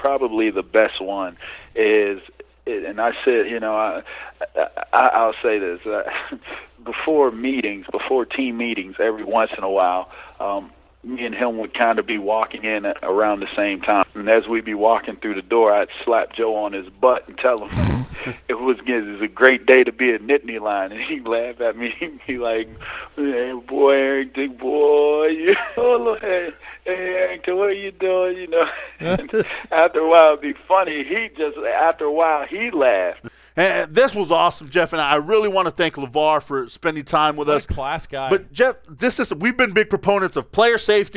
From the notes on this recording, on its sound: calls in with a truly unique interview